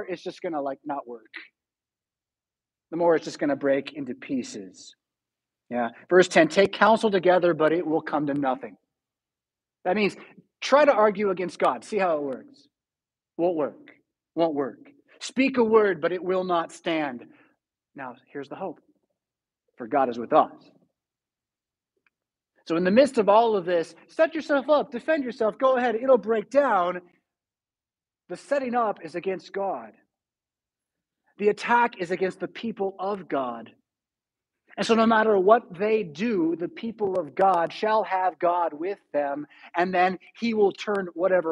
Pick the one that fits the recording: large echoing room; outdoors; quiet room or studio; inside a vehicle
large echoing room